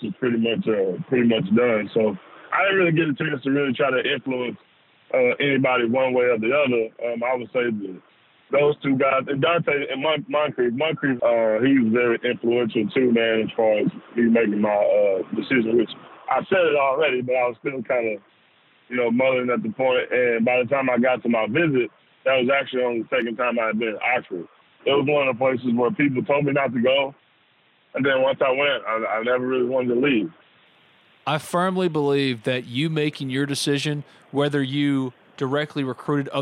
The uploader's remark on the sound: joined on the Modern Woodmen phone line